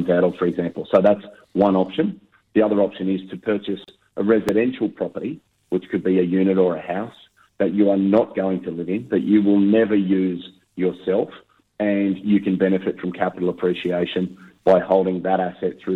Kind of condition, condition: link, phone line